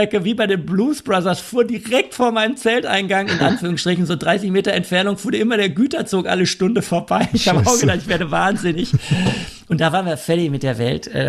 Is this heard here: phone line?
no